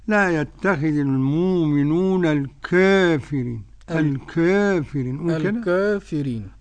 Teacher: قرأ ورش عن نافع بتقليل الكافرين بالياء يعني